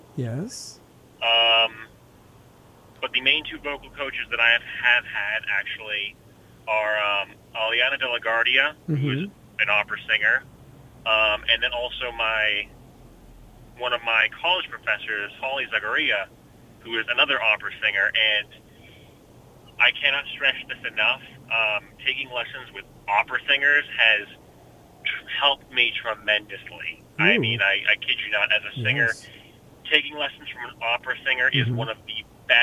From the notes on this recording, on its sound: We have a call-in interview